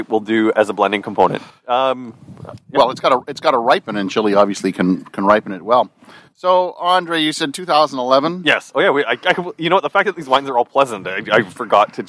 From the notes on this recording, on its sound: It has also been awhile since the guys were able to get together face to face. This podcast was recorded at the Grape Guys backyard following the COVID-19 guidelines.